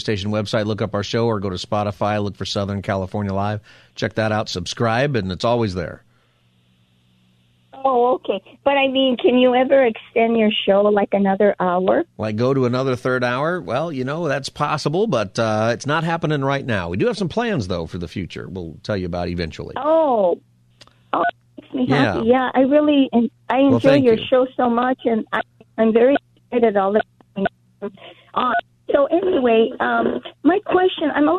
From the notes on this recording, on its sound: Open Phone Friday Continues! Continues to take your calls for Open Phone Friday!